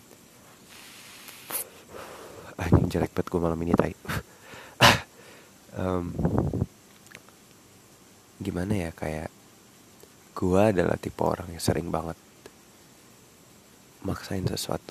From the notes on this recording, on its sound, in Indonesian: Banyak niup mic biasalah podkes rumahan pake earphone.